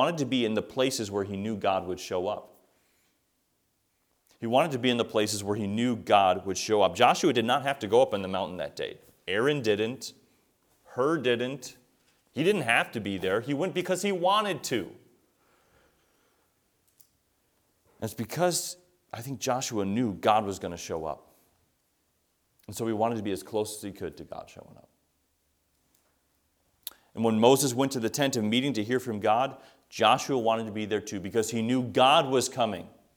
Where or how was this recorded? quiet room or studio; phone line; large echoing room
large echoing room